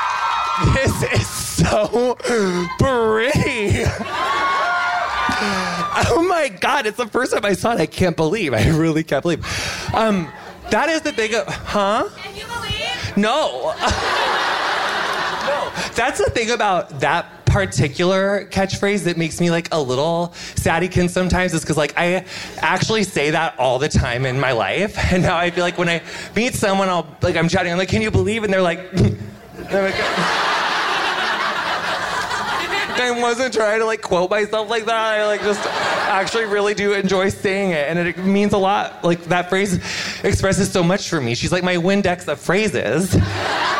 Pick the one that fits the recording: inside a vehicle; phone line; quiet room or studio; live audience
live audience